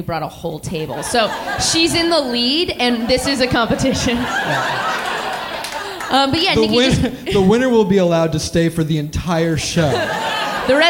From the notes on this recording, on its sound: Live! from the Curious Comedy Theatre in Portland.